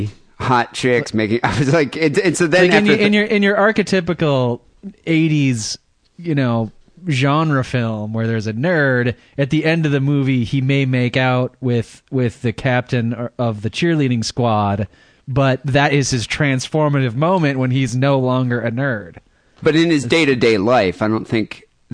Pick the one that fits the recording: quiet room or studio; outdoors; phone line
phone line